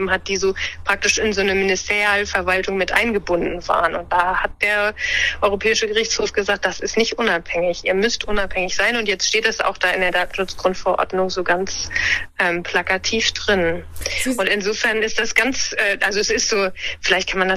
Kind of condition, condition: link, phone line